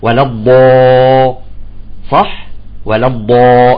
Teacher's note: تفخم الألف بعد حرف الاستعلاء المفخم